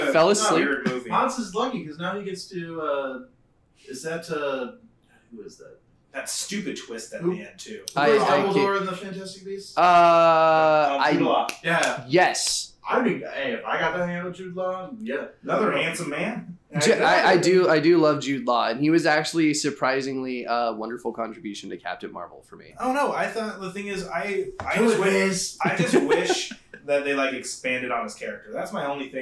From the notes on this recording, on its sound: unfortunately, some of our equipment crapped out on us